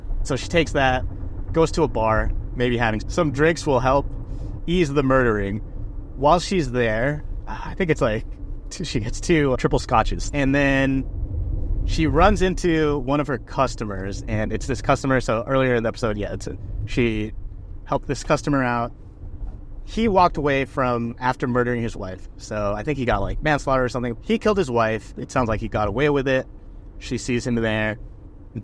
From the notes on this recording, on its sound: I recorded in the car